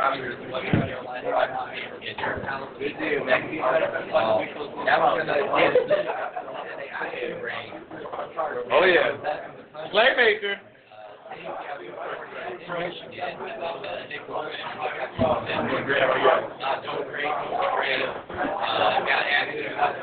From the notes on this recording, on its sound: The 3rd Annual College Gridiron Showcase on location in Bedford, Texas. On location at the Holiday Inn in the City of Bedford.